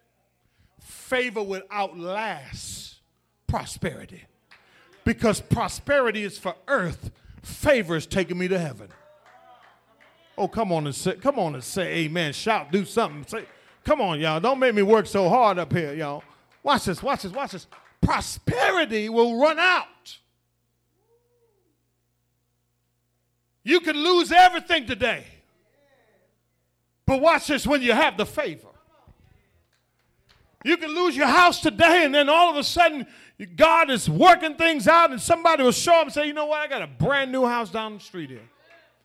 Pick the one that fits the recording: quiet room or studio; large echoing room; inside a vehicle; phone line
large echoing room